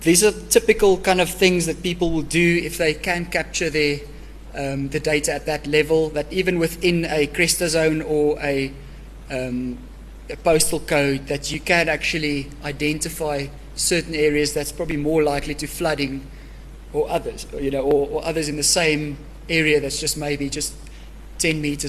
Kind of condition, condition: setting, live audience